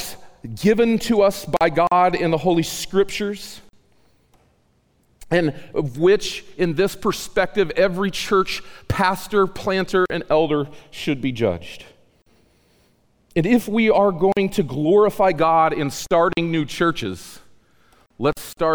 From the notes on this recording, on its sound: The audio in this episode was recorded on September 26, 2018 at the Acts 29 US South Central Church Planting Mini-Conference.